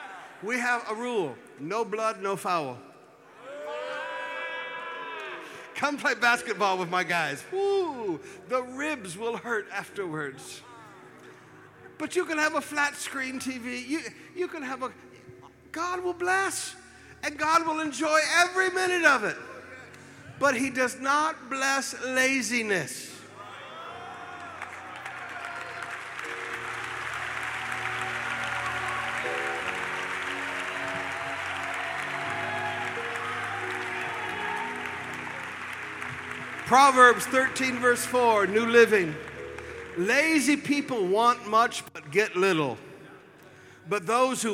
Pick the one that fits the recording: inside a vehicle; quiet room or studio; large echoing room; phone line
large echoing room